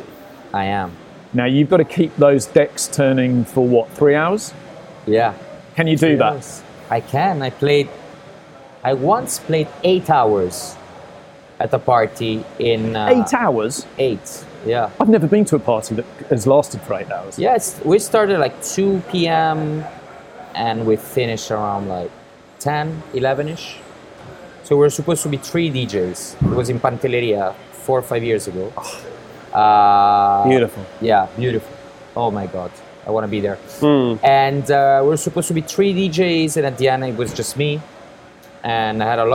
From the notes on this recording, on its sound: Recorded at RM Sotheby’s 2023 London auction, we also catch up with all the news and amazing cars on offer at the sale.